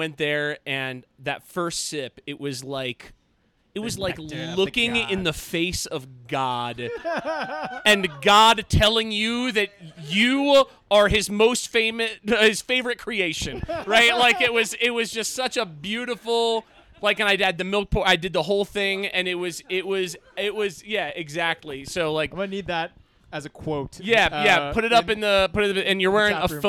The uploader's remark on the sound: Last night, we recorded a very special PorchCast. During our Hard Brew Easy Drink event at Goed Zuur, a spontaneous, wild and sour-focused beer & cheese bar located in downtown Denver.